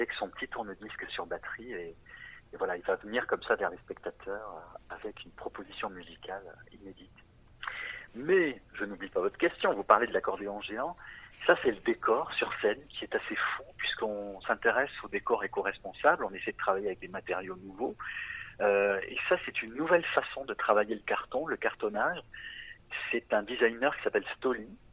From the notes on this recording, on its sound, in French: Entretien téléphonique